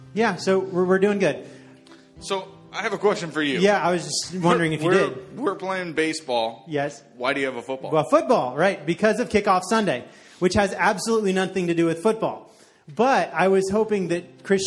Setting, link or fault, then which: setting, large echoing room